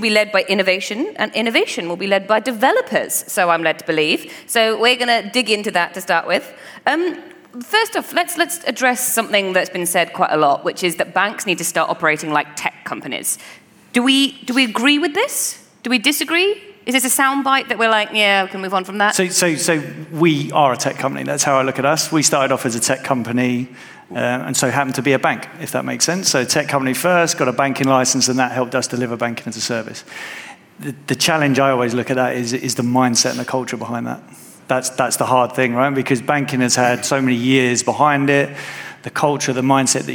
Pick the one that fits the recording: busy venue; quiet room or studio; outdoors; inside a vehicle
busy venue